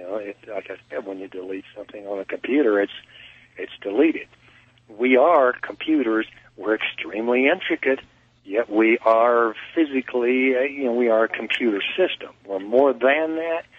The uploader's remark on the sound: takes calls from the listening audience